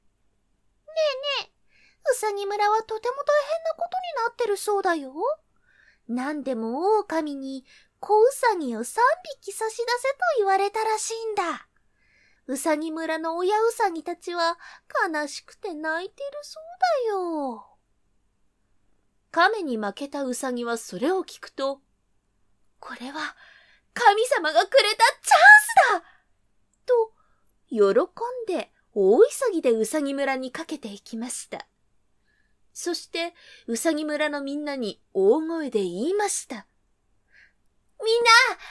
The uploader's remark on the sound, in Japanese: 自宅録音ですのでノイズなどはご了承くださいませ。